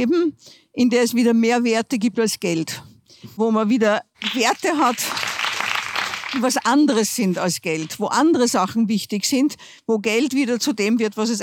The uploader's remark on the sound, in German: Beim STANDARD-Zukunftsgespräch im Juli diskutierte eine Runde aus Expertinnen und Experten. Auf der Bühne im Wiener Theater im Park.